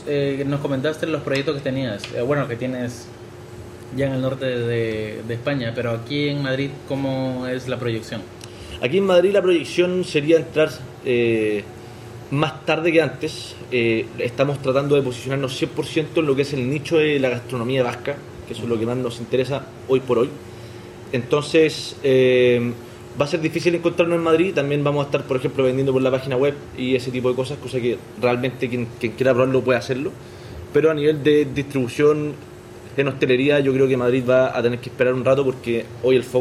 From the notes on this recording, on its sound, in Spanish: Grabado en la fantástica enoteca Chamberí.